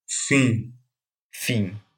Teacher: В конце слов после I произносится как носовая Н.